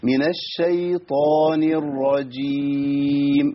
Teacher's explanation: انا عندي نون مكسوره بعديها راء مفخمه